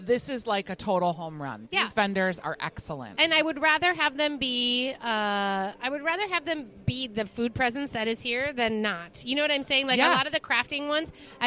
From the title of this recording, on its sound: Live at Plate and Paracel Holiday Market